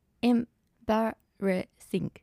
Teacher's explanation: 言えない単語でしたその時に embarrassing みたいな感じで 4つの音節に分けて2音節目にアクセントを置くことを意識したところ